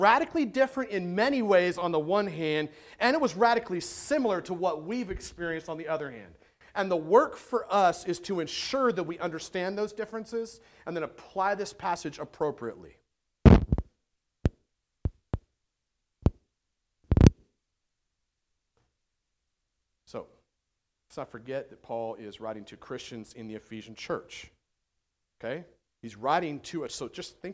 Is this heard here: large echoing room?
yes